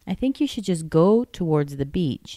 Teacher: Go gets more stress.